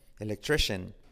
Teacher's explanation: Esa C se convierte en SH.